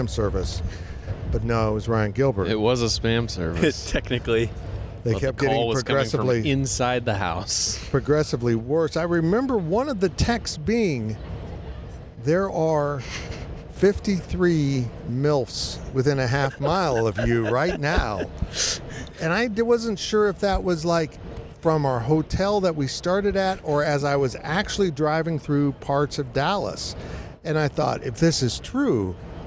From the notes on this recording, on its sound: Recorded last week from Big 12 Media Days inside AT&T Stadium in Arlington, Texas, this week's overtime includes many great questions and some live play-by-play of Big 12 mascots having way too much fun.